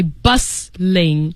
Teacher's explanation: you don't really pronounce the T in the word